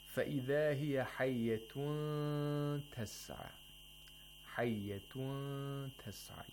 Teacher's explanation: You approximate the ta. You hint the place of articulation of ta while at the same time you make a nasal sound for two vowel counts. · Term: ikhfaf nun sakin